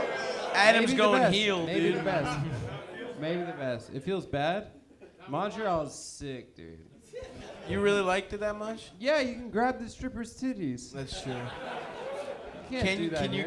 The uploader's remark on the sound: Early Vancouver Live Show (Live Show)